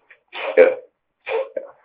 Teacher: Есть абруптивный латеральный спирант